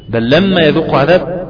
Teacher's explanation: بل لما تشوف لام بعدها ادغمها فيها